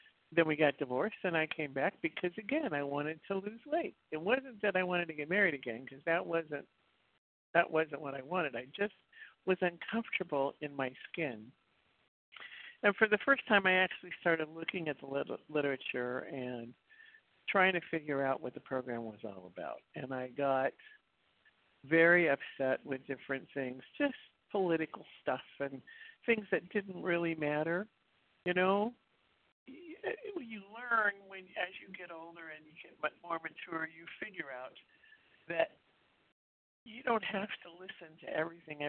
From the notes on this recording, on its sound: 100 Pounders Phone Meeting